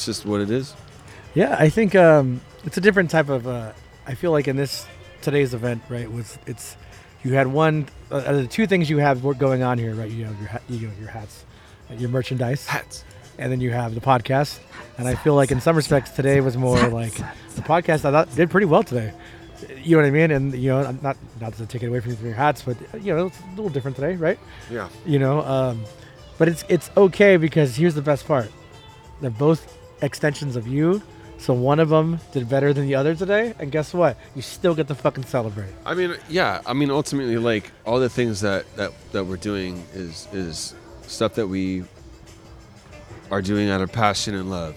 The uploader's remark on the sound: Live” From Bakersfield Comic-Con 2023